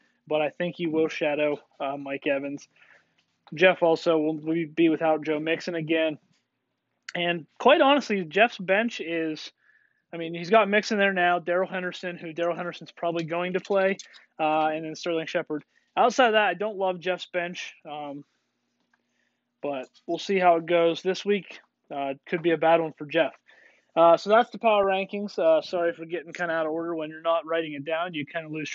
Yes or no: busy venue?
no